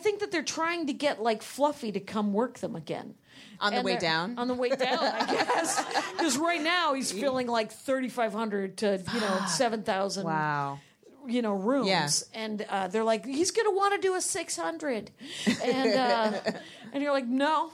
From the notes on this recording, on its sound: They are live from Flappers Burbank!